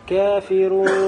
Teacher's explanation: Накос, потому что буква нун сакин, которая у нас находится в танвине, ушла, а гунна осталась.